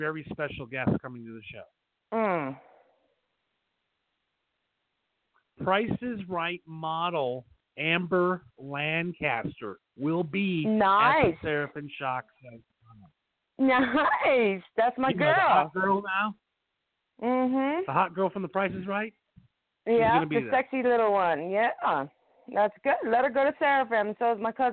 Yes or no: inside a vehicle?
no